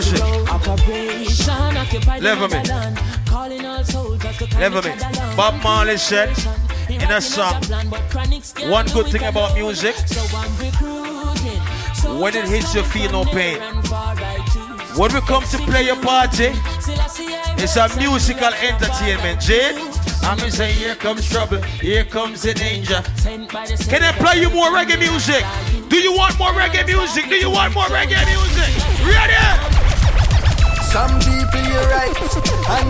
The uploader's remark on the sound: LIVE AT RUMPUNCH BRUNCH.